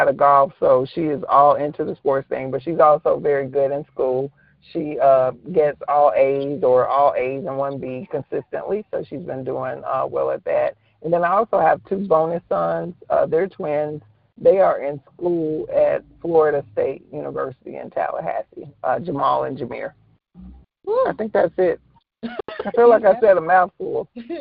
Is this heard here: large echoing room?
no